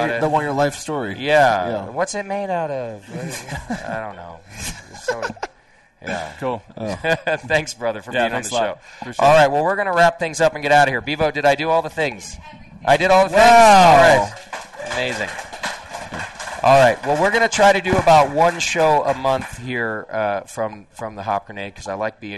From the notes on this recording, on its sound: live Session from The Hop Grenade in Fort Collins